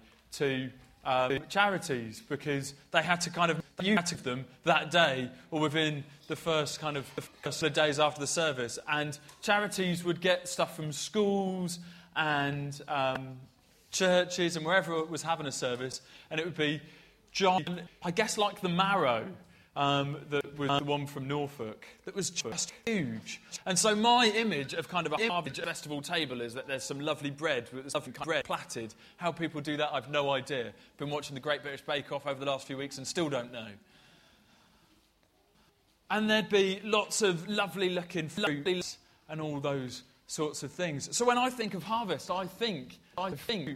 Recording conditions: large echoing room